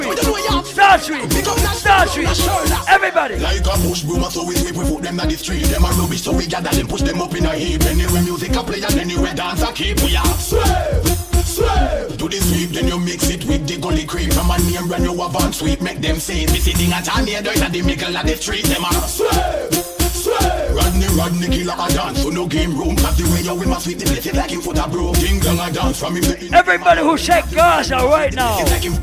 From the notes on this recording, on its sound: Live party audio from Island Saturdays on Nov 18